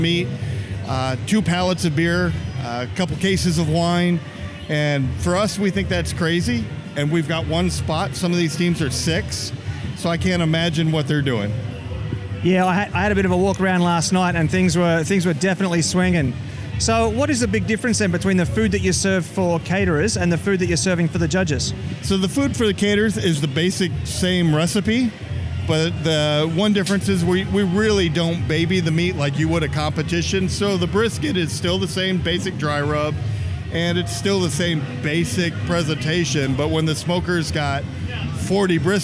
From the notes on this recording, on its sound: Recorded live at the Worlds BBQ Championships , I hit the pavement to catch some interesting conversations with some interesting characters. Now, this was a long festival.